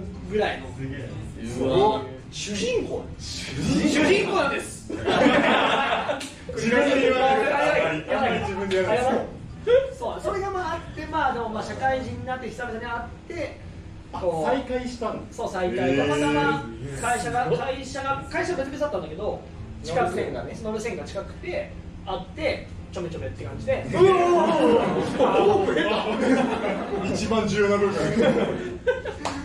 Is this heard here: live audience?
yes